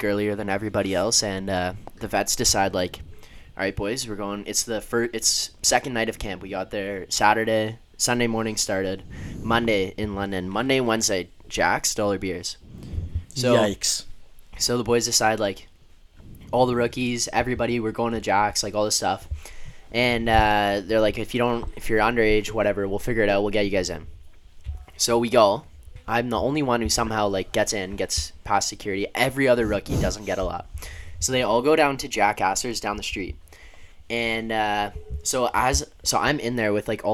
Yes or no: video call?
no